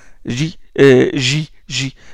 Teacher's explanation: Il y a resserrement du conduit vocal sans fermeture complète de celui-ci. Il y a toujours de l'air qui passe. Hein? Il y a toujours de l'air qui passe dans le chenal phonatoire. · Term: fricative